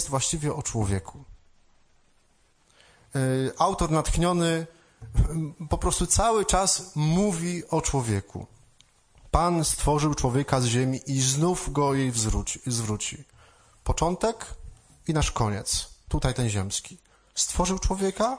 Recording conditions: large echoing room